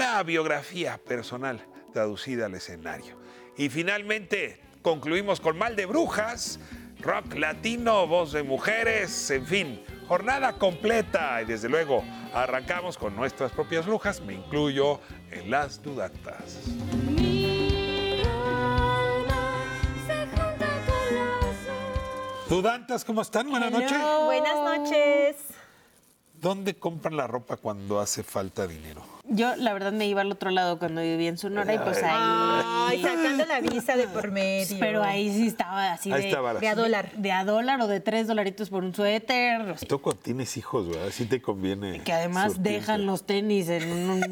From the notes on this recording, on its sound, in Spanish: nos vamos al Cine Lido en la Condesa, donde está por empezar el festival ReelAbilities México